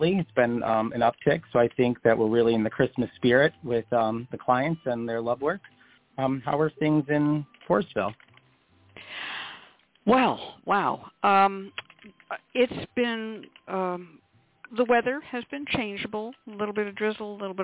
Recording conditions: phone line